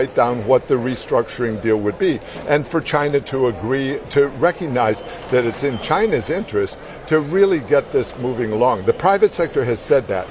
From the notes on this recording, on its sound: Today's show comes to you live from the Washington, DC headquarters of the International Monetary Fund